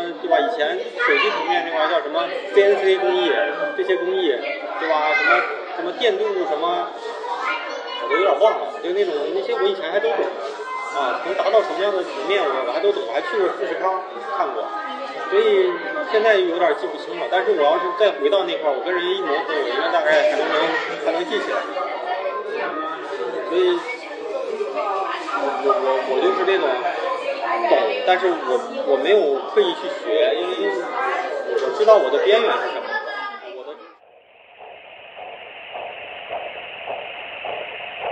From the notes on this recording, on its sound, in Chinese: 因为也是在星巴克录制的，回过头我听了几次，总觉得环境也是有些许的吵杂。环境略有吵杂。